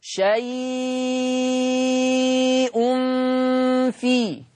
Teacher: مد اللين المهموز فيه لورش التوسط 4 حركات والإشباع 6 حركات